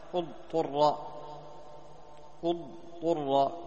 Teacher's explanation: قلبت التاء طاء لأن قبلها حرف يعني إطباق واستعلاء